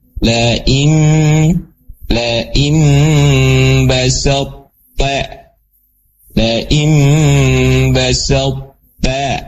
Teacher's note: Yang hilang adalah kolkolahnya dari to. Ya kolkolah dari to-nya itu udah tersembunyi gitu ya.